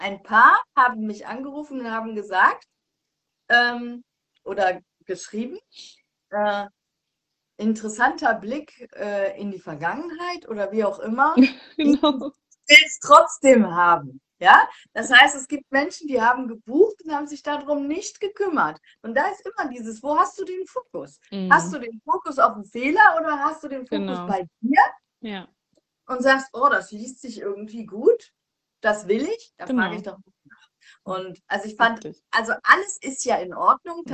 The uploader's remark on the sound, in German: die ich auf live auf Instagram geführt habe